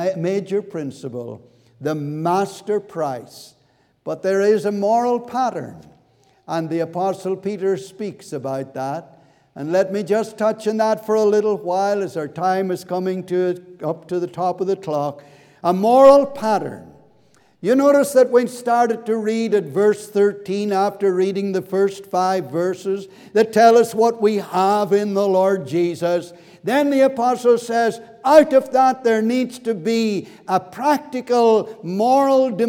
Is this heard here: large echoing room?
yes